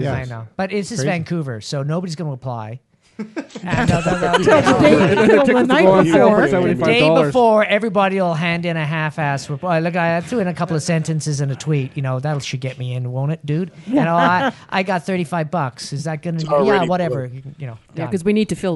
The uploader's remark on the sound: The Bunker Project is recorded with a live interactive studio audience. Join us for a show in person in downtown Vancouver or via Google + Hangout.